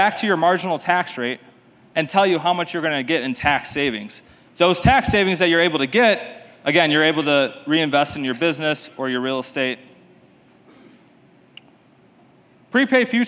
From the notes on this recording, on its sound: this is the full presentation I gave at the STR Wealth Conference in Nashville